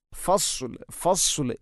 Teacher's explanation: ഫസ്ലിന് സ്വാദാണ്, സ്വാദിന് പകരം സീനാവുന്നത് പ്രത്യേകിച്ചും ശ്രദ്ധിക്കേണ്ടതാണ്. അപ്പോൾ ഫസ്ലു, ഫസ്ലു എന്നാണ് പറയേണ്ടത്.